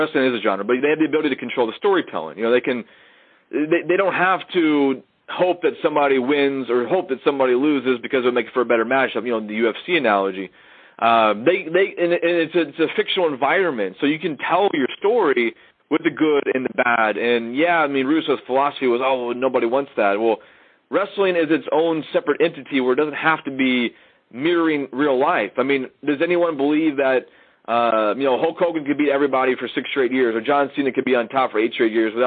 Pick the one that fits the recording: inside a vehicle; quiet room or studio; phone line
phone line